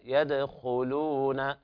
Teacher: لاحظ أن هنا حرف الدال والدال ساكنة، حكمها القلقلة